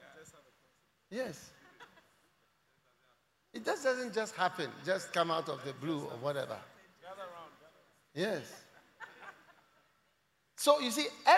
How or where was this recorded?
live audience